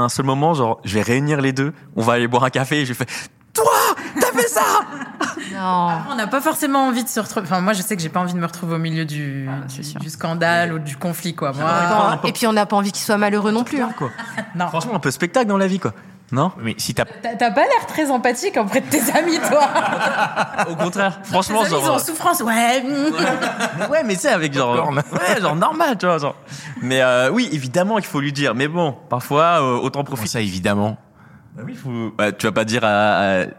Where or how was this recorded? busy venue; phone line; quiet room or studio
busy venue